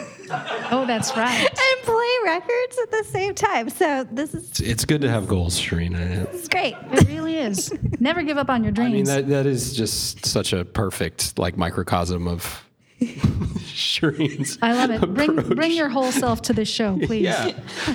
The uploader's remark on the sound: We gathered a few Select Five friends and supporters to the bar and recorded our very first episode in front of a live audience!